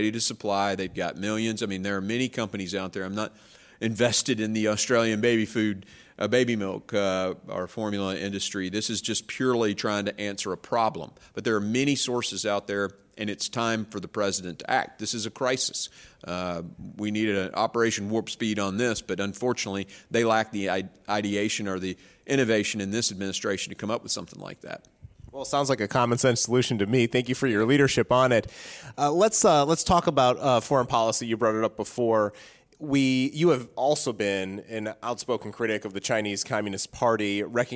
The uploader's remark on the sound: from The Heritage Foundation’s annual Resource Bank conference